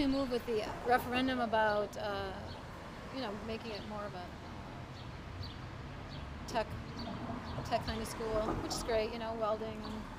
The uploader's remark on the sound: We record our conversation in the busy downtown area of Milwaukee (I APOLOGIZE FOR THE CIRCULAR SAW GOING OFF IN THE BACKGROUND OCCASIONALLY) outside of a hole in the wall coffee shop.